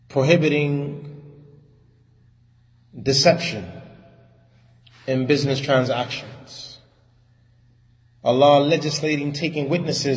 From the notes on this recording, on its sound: Lecture given at Masjid Nur Allah, Queens, NY